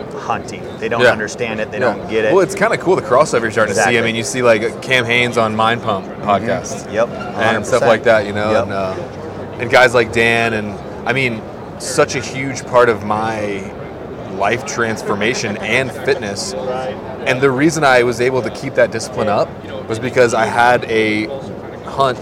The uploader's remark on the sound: LIVE FROM HUNT EXPO VOL. 2. In this second installment from the podcasts I laid down at hunt expo.